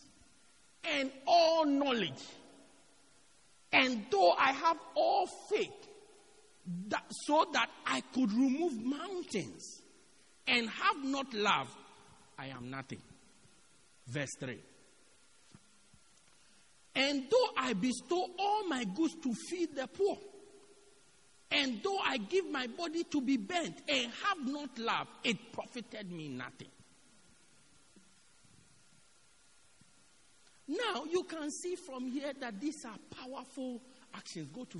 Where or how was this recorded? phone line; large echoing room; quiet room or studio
large echoing room